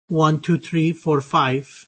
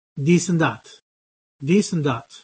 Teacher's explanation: the th, the th, voiceless th, turns into a ta, and the voiced th, the, turns into a da. So an Irish person counting from 1 to 5 would say 1, 2, 3, 4, 5, and with that quality of vowels, 1, 2, 3, 4, 5.